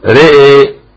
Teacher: إذا وقف يميل الراء والهمزة، لكن إذا وصل اللي دخل على ساكن يميل الراء فقط: رأى القمر رأى الشمس.